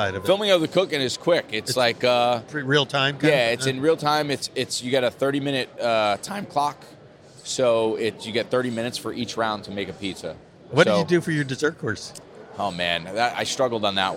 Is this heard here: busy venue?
yes